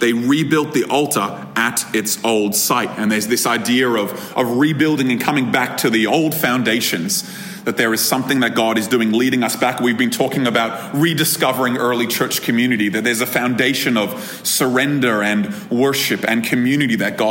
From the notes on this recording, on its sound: This episode was recorded at a Thrive Community gathering on 20 August 2023.